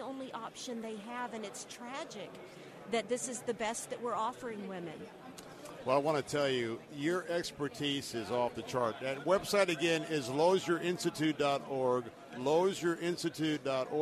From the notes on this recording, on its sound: broadcasting Live from the National Religious Broadcasters Convention in Orlando